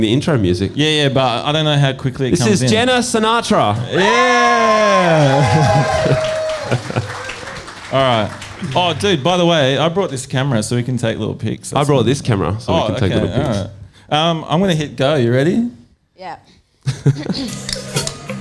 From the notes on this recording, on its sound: Live at Lulie. This week we're live in Naarm.